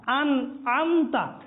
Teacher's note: এর পরবর্তীতে যে ভুলগুলো হয়ে থাকে, আন আমতা, এই জায়গার মধ্যে আমরা আন আমতা বলে দিই, প্রথমে সেখানে হামজা দিয়ে এরপর আইন দিয়ে আন আমতা